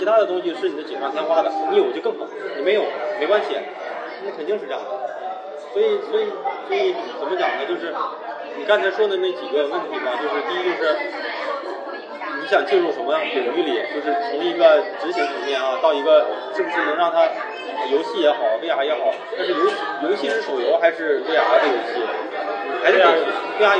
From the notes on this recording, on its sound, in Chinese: 因为也是在星巴克录制的，回过头我听了几次，总觉得环境也是有些许的吵杂。环境略有吵杂。